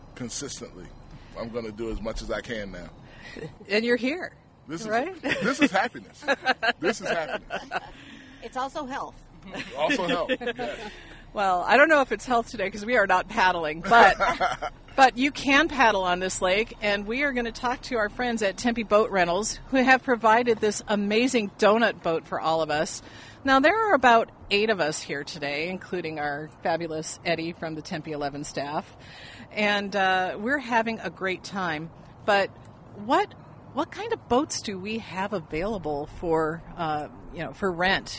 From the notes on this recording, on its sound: We're on location at Tempe Town Lake!